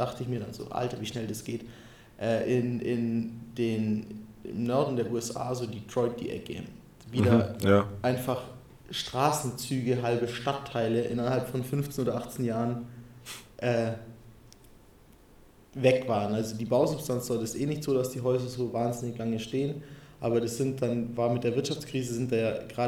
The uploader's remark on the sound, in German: Den Aufmerksamen hören unter euch wird aufgefallen sein, das wir einen dezenten Hall in der Aufnahme haben. Dies ist dem Grund geschuldet, das wir uns stetig versuchen zu verbessern...es hat nicht geklappt.